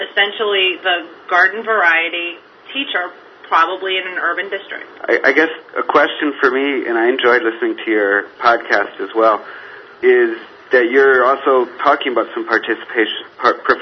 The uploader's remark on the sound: A conference call